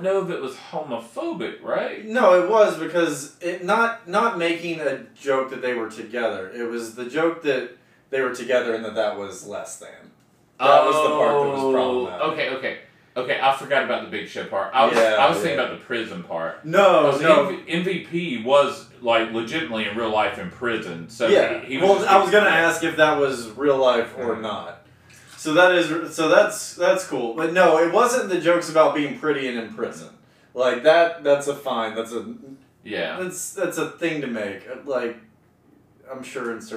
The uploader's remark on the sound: Please be patient with us as the sound quality improves.